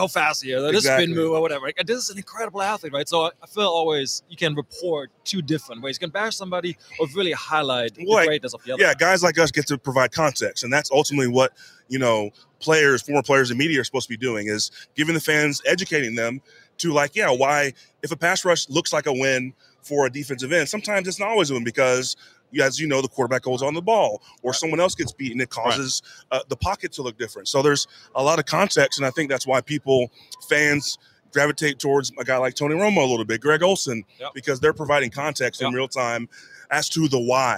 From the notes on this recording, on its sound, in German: hat live von Radio Row in Phoenix aufgenommen